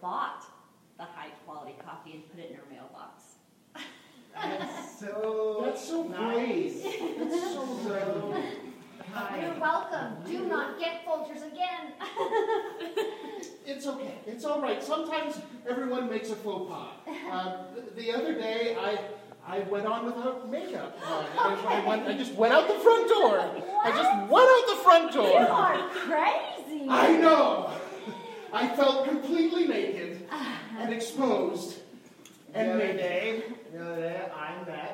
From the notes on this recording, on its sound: In this live recorded episode